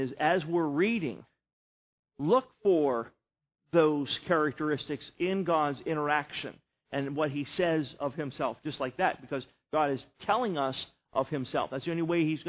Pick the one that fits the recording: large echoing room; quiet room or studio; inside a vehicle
large echoing room